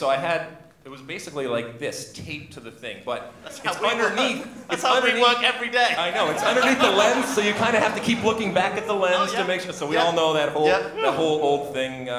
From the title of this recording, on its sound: Live in NYC